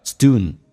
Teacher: d 跟 n 在一起可以把 d 不发，可发可不发，如果不发 d 跟 n 在一起的话直接发一个鼻音